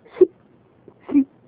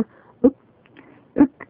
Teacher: この最後のくは小さいくで、飲み込むように発音しています。